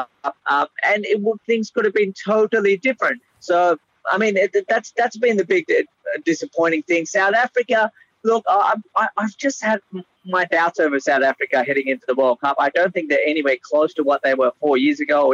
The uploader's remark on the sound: Phones in from the World Cup on Wheels.